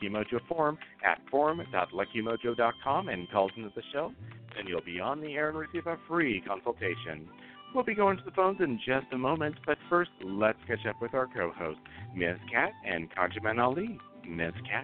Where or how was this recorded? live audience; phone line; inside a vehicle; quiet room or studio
phone line